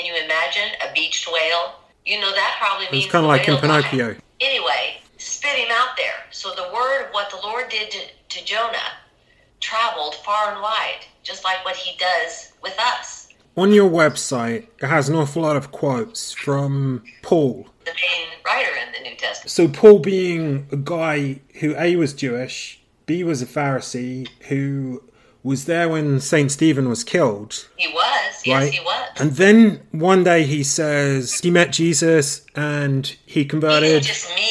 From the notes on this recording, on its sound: Just down the road from where I live here in Kansas. With covid restrictions still in effect. She agreed to a Skype interview. Sounds from Pixabay.